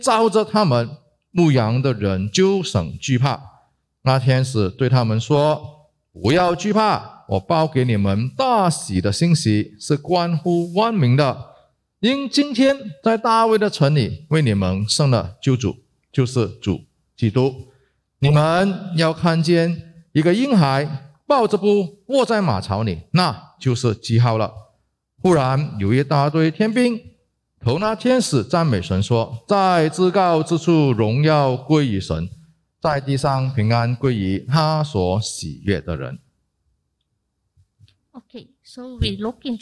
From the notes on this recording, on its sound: Heavenly Peace (Christmas Eve LIVE Evensong Service).